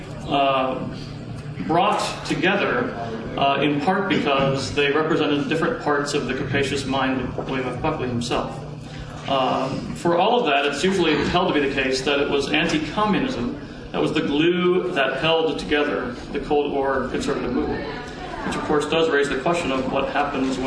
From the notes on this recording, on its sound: A panel discussion recorded at the Conservative Political Action Conference, Washington DC., on 2/28/2009.